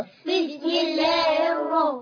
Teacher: باء كسرة، ب، سين سكون، بس، ميم كسرة، بسمي، اسم الجلالة لا يقطع، بسم الله، ألف وصل في وسط الكلام لا ينطق، لام شمسية مضغمة لا تنطق، راء شدة وفتحة مفخمة